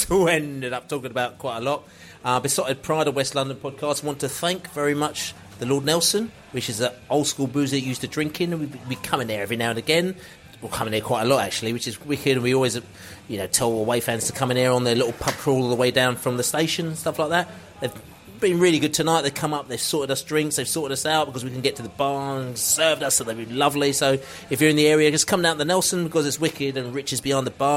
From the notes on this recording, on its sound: Pre-South Coast Match podcast from the pub. This evening assembled in The Lord Nelson Pub in Brentford for the very first time were. Fans in the pub discuss the Brentford v Liverpool match.